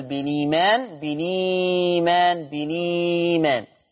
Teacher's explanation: همسك الهمزه شيلها واخد الحركه بتاعتها احطها على الساكن اللي قبلها · Term: النقل